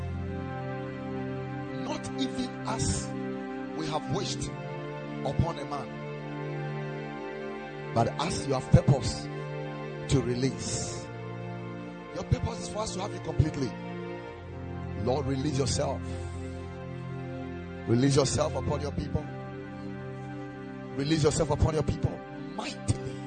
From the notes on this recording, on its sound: Preached at the Ekklesia Chapel